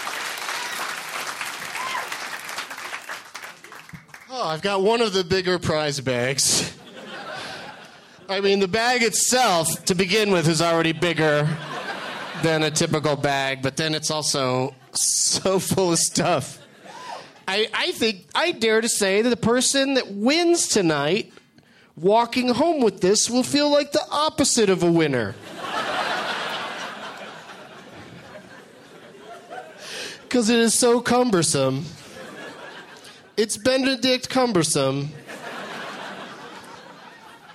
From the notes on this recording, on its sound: Recorded at Comedy Works in Denver, CO